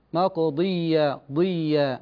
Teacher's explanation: نكتفي بهذا القدر، بارك الله فيك. مقضية، الياء مشددة، والحرف المشدد بزينة حرفين، يعني كأنك بتنطق حرفين، لكن هذا لا يعني أني أمد في الحرف المشدد، لا أقول مقضية، لا خطأ، مقضية ضية هكذا.